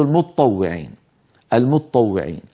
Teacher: المتطوعين أصلها المتطوعين، المتطوعين متطا تاء بعدها طاء، فبعض العرب يستسهلون أن يدغموا التاء في الطاء